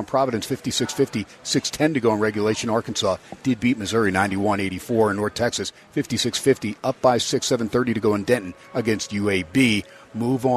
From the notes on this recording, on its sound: "Live" from #SteinersPub #LasVegas. On 101.5 FM K-DAWN & streamed on the #worldwide #Audacy App!